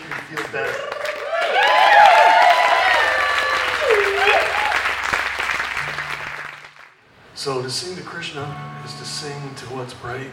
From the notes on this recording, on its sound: live cuts from a few of the artists who played at the Midwest Yoga & Kirtan Fest